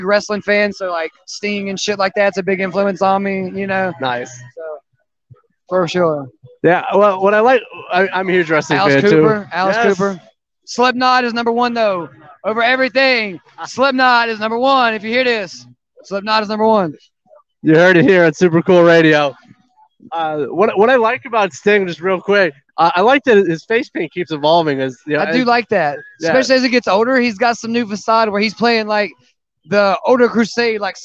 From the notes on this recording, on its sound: This interview was filmed live on location at Michigan Metal Fest in Battle Creek, Michigan on August 13th, 2022.